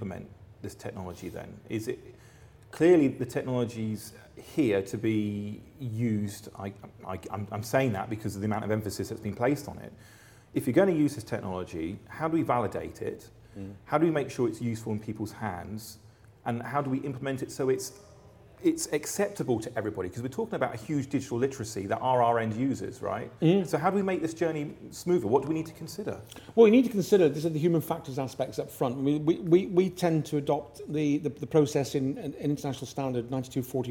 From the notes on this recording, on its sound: at the Medifest Plymouth Conference